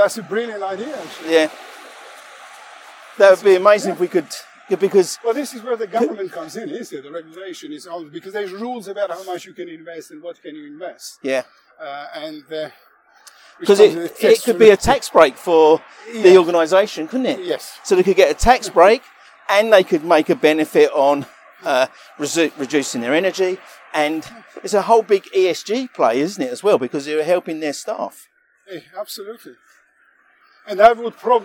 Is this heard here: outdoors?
yes